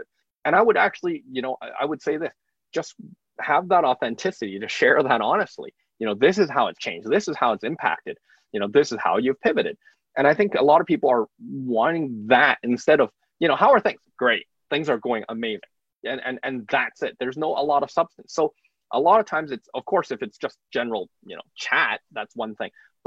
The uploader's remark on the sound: recent facebook live recordings